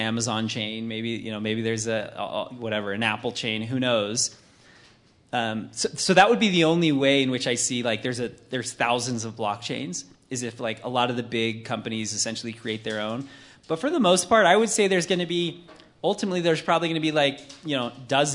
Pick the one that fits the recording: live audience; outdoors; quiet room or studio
live audience